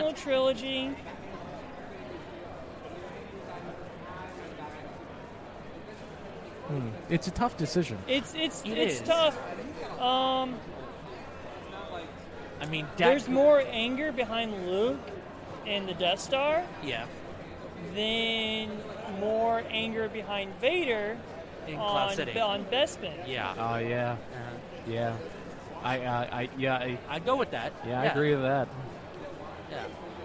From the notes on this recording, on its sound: we're live at AwesomeCon 2016 talking to the crowds.